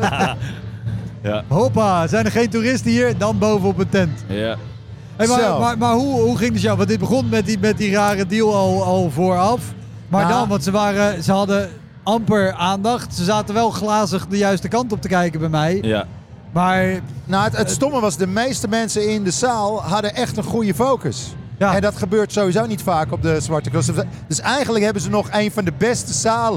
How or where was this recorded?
busy venue